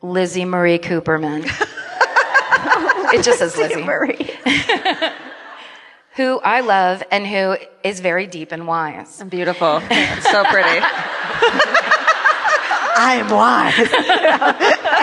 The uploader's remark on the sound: The LA Book Tour Event at the Wilshire Ebell Theatre